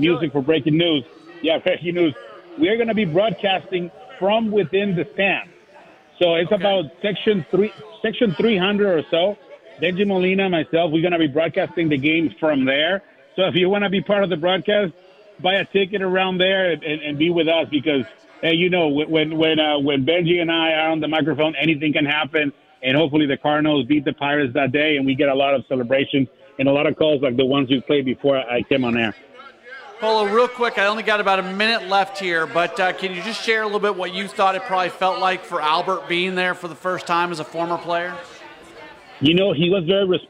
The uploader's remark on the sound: broadcast live from Hot Shots in Arnold, MO as part of the Michelob Ultra City Caravan